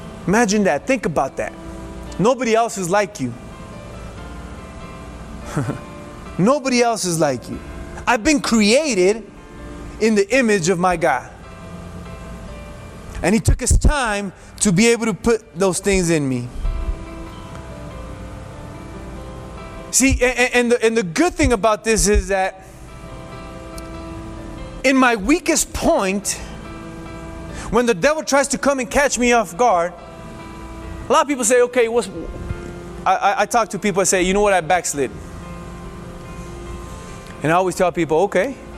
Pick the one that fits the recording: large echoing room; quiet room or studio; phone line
large echoing room